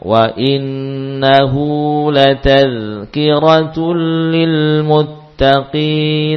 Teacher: Hak kinayah yang diapit dua huruf berharokat, maka hak kinayah itu dibaca mad. Mad inilah yang dinamakan mad silah.